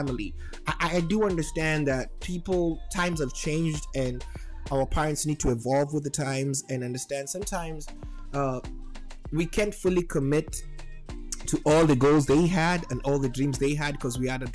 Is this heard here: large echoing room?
no